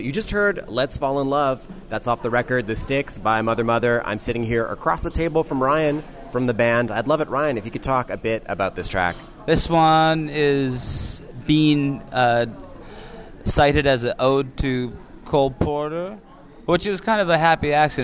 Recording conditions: busy venue